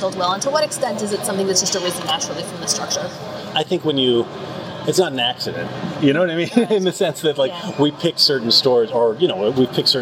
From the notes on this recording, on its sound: On no sleep, and on the con floor, so apologies in advance for the sound.